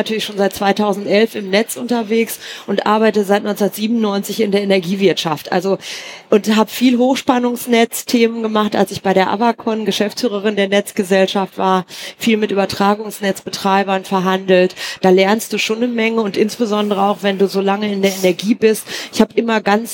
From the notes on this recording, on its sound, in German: Irgendwas mit Energie live von der E-World in Essen. Der energate-Podcast ist in dieser Woche neue Wege gegangen, nach Essen, zur ersten Live-Aufzeichnung von "Irgendwas mit Energie".